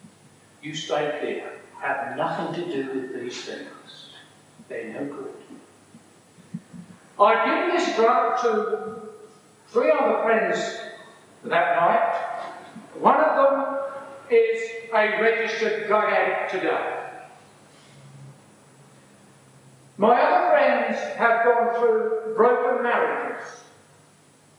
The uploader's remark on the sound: A sermon preach at Bierton Strict and Particular Baptists in June 1984